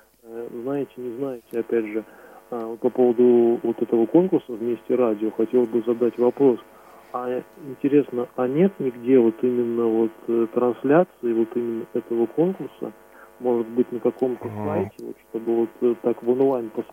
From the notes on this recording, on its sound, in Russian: Ну а с теми сотрудниками и общественными корреспондентами, которые не смогли быть в студии, мы связались по телефону. Запись прямого эфира.